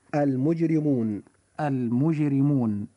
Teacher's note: كلمة المجرمون حرف الراء جاء فيها مكسورا فوجب ترقيقه فتنطق هذه الكلمة هكذا المجرمون المجرمون.